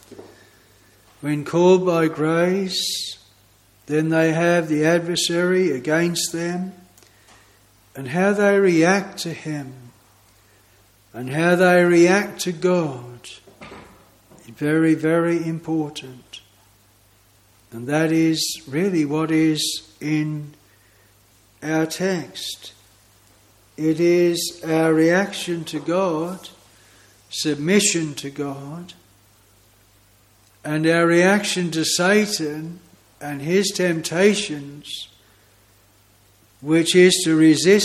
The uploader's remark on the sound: This sermon was preached at Broad Oak Chapel, Heathfield.